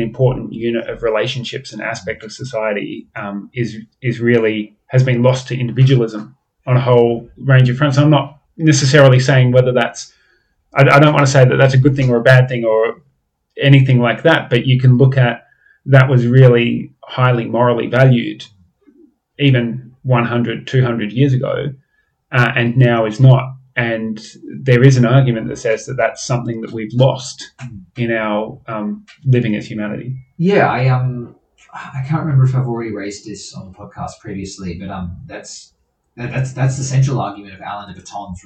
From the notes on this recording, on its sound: The audio on this episode is a whole lot worse than our others. We trailed a different recording setup for a few episodes.